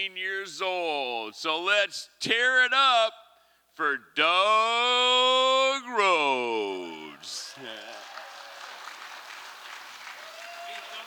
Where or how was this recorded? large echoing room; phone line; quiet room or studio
large echoing room